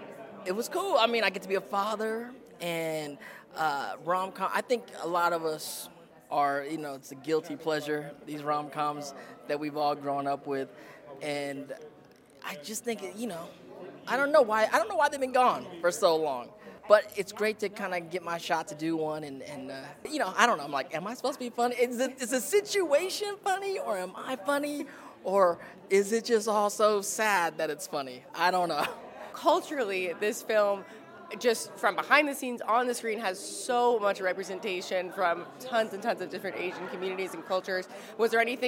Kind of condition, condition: setting, busy venue